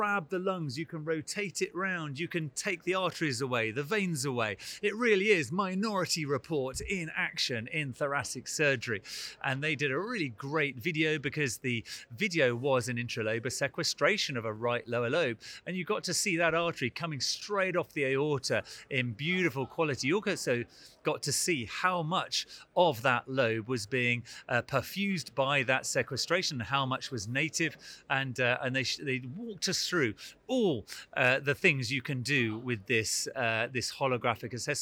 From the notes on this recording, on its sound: recorded at the 2023 EACTS Annual Meeting